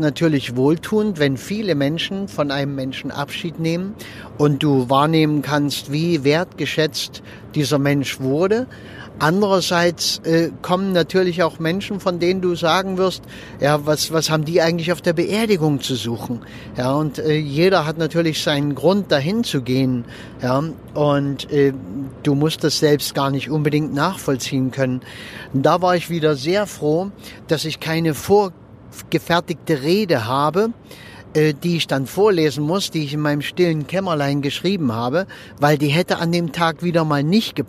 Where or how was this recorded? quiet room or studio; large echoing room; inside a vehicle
inside a vehicle